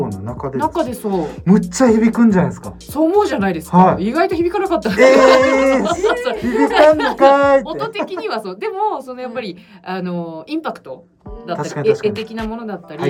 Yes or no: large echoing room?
no